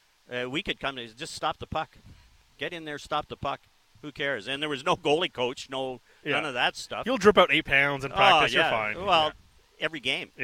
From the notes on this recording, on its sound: live on location at the Jays Care golf tournament for The People's Show